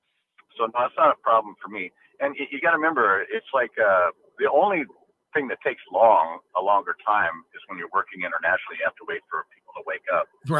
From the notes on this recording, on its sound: called